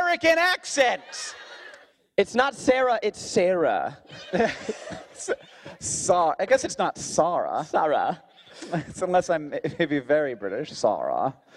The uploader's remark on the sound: Live from VidCon Australia